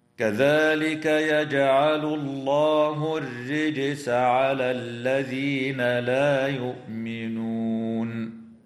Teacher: وترقق الراء في كلمة الرجس وصلا ووقفا لأنها مكسورة · وتفخم اللام في اسم الله لوقوعها بعد ضمة